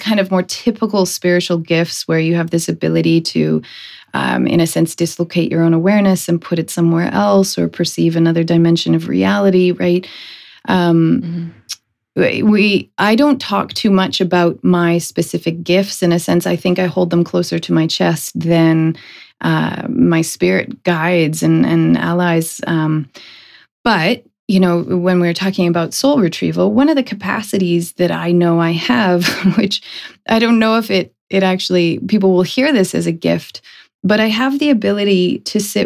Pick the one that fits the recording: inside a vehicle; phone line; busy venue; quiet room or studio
quiet room or studio